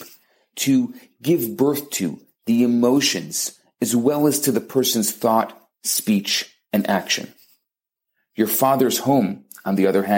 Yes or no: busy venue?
no